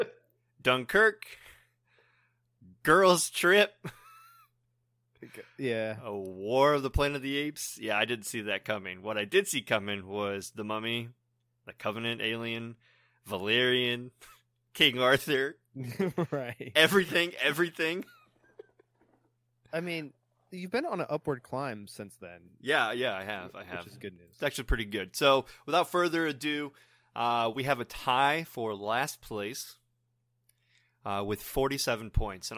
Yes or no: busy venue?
no